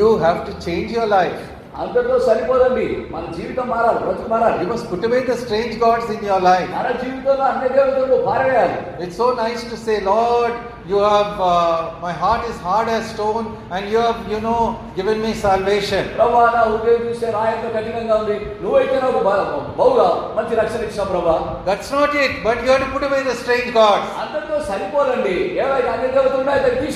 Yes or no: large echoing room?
yes